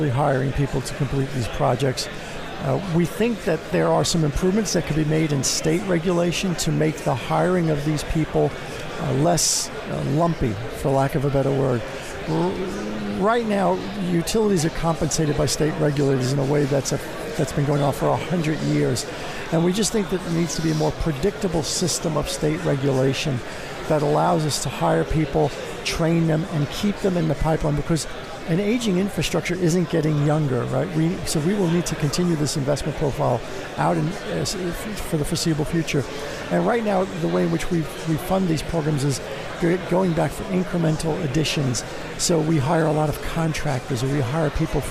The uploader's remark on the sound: Live from the 2017 Future of Energy Summit